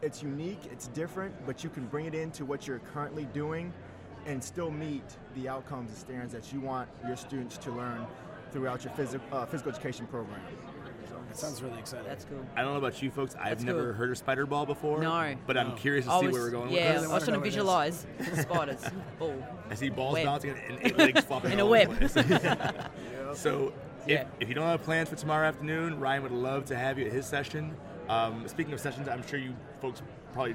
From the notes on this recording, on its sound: Live from SHAPE Nashville Day 2! SHAPENashville national convention.